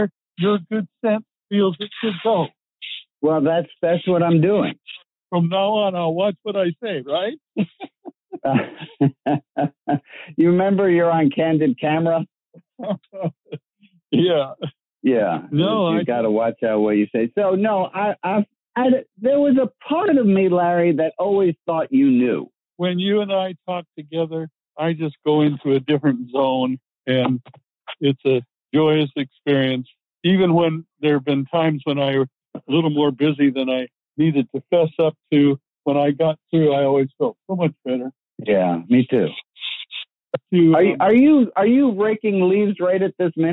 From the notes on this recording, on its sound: Audio quality is okay today (you both sound like you’re on the phone).